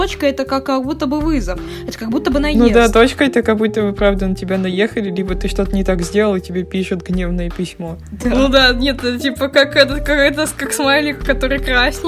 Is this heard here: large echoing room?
no